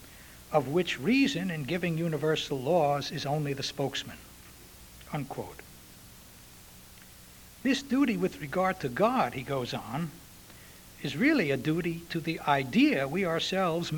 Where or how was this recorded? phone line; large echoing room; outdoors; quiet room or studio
large echoing room